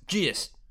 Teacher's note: Get comes out as git, and just comes out as gist.